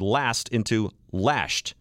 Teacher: Swabians confuse S sounds, also turning the word last into lashed.